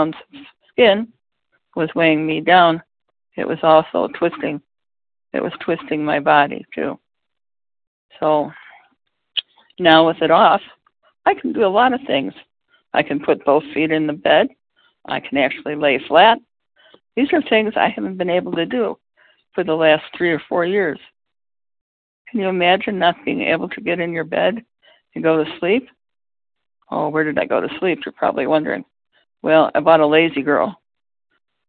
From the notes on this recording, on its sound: the 100 Pounders Phone Meeting on 11/10/20